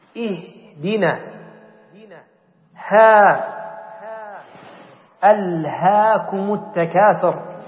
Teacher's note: همز فهاء يعني أبعد حرف هي الهمزة ثم الهاء بعدها من أقصى الحلق